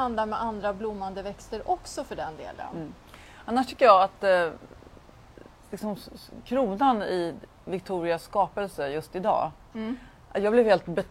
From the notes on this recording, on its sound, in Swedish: Vi ber om ursäkt för eventuella brister i ljudkvalitén då denna sändning gjordes utomhus i den något blåsiga vårkvällen